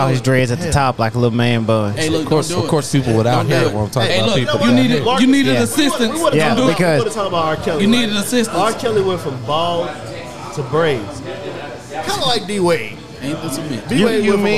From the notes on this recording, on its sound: We are live at Liquid Smoke in Murfreesboro, TN.